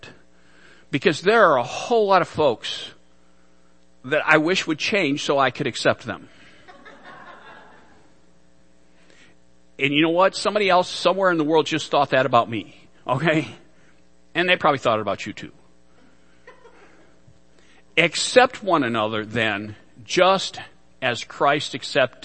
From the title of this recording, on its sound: Worship Service - Audio